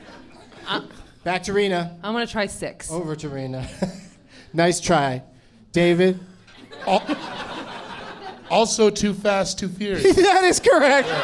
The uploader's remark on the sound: Live from Comedy Works in Denver